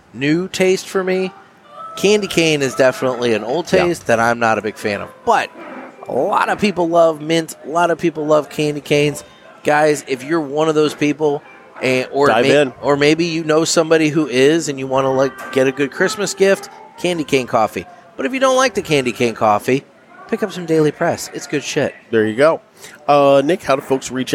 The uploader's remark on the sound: Live from Ybor City 2021. We're coming at you Live from the JRE Tobacco Mobile Studios at King Corona in Ybor City! In town for the Cigar Heritage Festival and some general chaos.